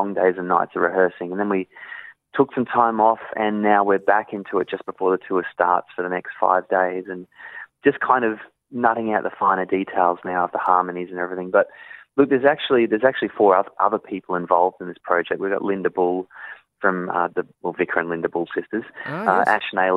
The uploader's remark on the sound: jumped on the phone for a chat